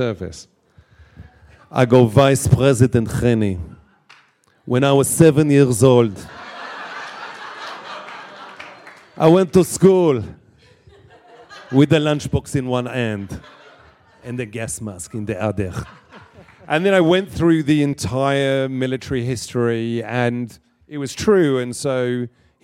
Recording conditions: live audience